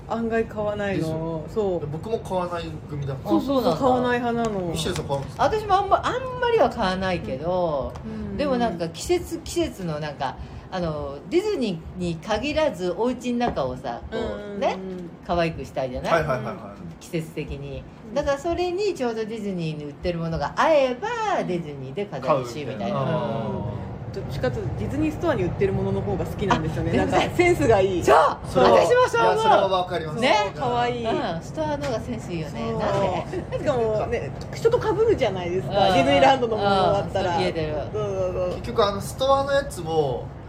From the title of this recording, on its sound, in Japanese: まんぷく食堂からゲリラライブ